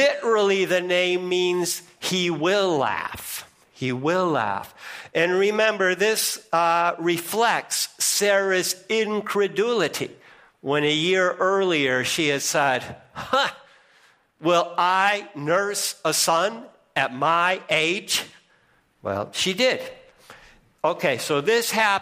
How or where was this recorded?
large echoing room